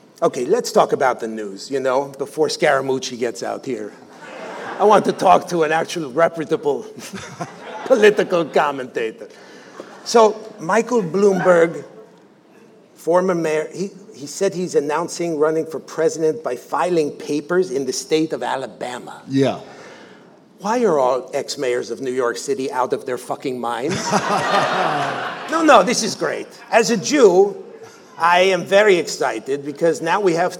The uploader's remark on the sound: our premiere episode from the Murmrr Ballroom in Brooklyn, NY